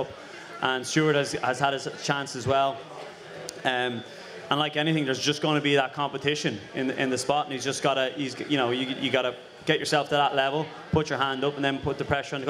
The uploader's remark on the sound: At last week's National Ploughing Championships for a special episode of The Left Wing recorded in front of a live audience.